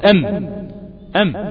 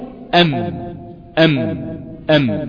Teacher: الشفة العليا التصقت بالشفة السفلى فخرج الحرف، تقول ام ام، فالهواء الخارج من الداخل وجد المخرج مغلق فرجع وخرج من الخيشوم، لانه لم يجد مخرجا يخرج منه، فخرجت الميم بغنة في جسم حرفها او في جسم الحرف نفسه، فاقول ام ام ام.